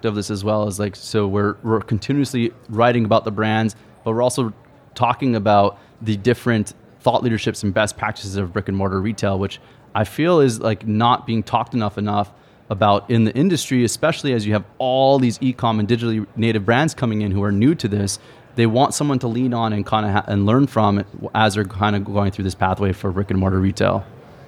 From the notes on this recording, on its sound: This episode was recorded in front of a live audience at the ICSC New York Deal Making conference.